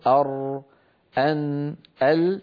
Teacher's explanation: هذه الثلاثة قد خرجت من زلق اللسان يعني من طرفه · Term: الحروف المزلقة